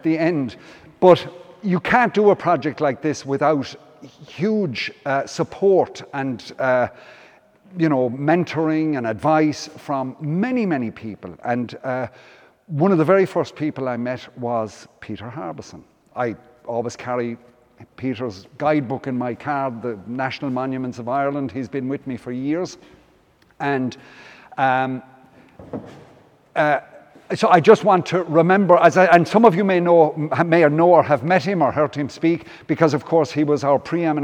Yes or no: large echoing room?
yes